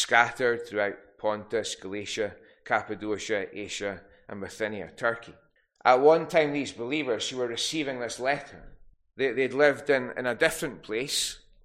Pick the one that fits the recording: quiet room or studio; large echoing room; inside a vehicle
large echoing room